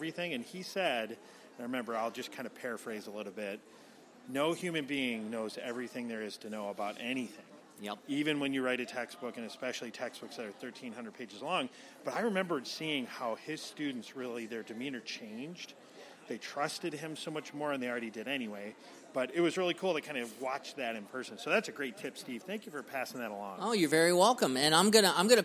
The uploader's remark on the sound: LIVE from McGraw-Hill Education Booth! Interview HAPS attendees. Feel the energy of the event.